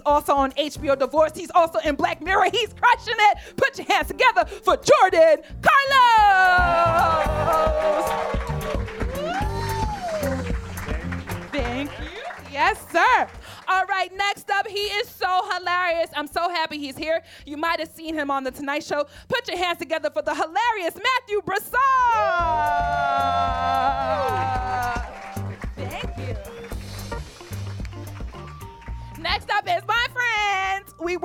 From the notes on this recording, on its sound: this ‘LIVE at Union Hall’ edition of On the Chopping Block!